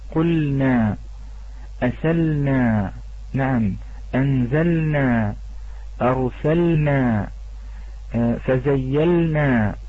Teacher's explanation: أن ينطق اللام في ذلك ساكنة مظهرة من غير تعسف ولا تكلف · Term: اللام الساكنة